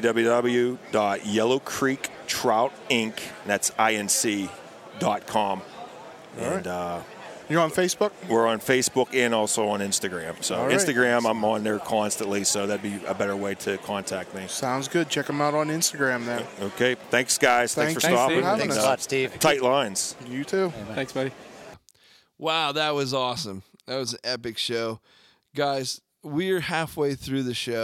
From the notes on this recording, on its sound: Live from the Great American Outdoor Show 2017 in Harrisburg, Pa.